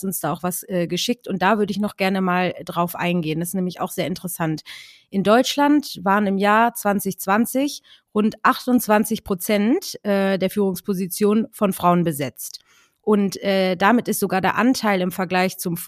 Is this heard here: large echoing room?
no